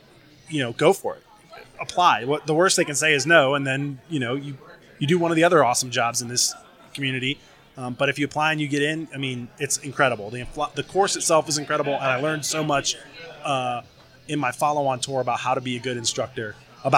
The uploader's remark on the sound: Live from Tailhook